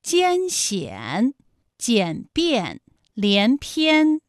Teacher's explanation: 发音的时候呢，从前高不圆唇元音一开始，舌位向前低元音啊的方向滑降，舌位只降到半低前元音 i 的位置就开始升高，发 i 后软腭下降，逐渐增强鼻音色彩，舌尖迅速移到上齿龈，最后抵住上齿龈，做出发鼻音呢的状态。大家可以跟我来感受一下啊，一安，哎，这三个音发完整，我们每一个状态呢都能知道它的音的流向，当然最后一定还是要归到鼻音呢才算是发完整。好，大家一起来跟我来发下面这组词：艰险、简便、连篇。好，我们继续再来发乌安。乌安的发音的时候呢，是从圆唇的后高元音乌开始，口型迅速的由合口变为开口状，舌位向前迅速滑降到不圆唇的前低元音啊的位置呢就开始升高，发啊后软腭下降，逐渐将鼻音色彩增强，舌尖迅速移到上齿龈部，最后抵住上齿龈，发出鼻音呢的状态。看啊，大家感受一下从合口改为开口状的状态，弯，是不是先从合口，然后最后变成了一个开口的状，然后最后尾音的时候呢是要到达一个鼻腔